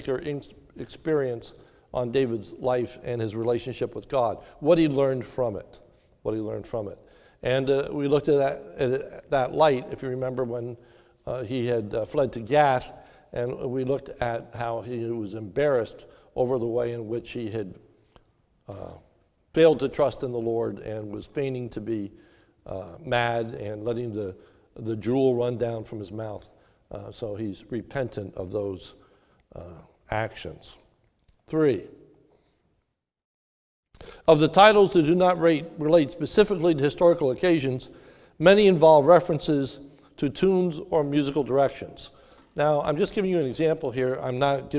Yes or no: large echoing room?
yes